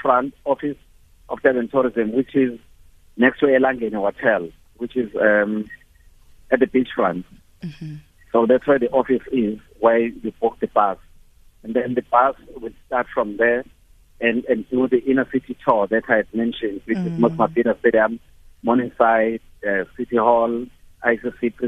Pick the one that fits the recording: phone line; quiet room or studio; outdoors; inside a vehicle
phone line